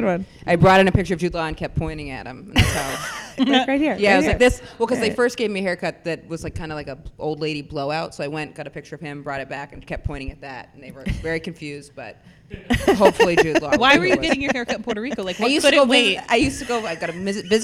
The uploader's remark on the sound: LIVE at The PIT in New York City. As suggested by our studio audience.